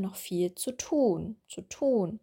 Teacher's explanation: Es wird eher das Verb betont, als das Adverb. Die Regel ist wirklich erst das Substantiv, dann das Verb, dann das Adjektiv oder Adverb.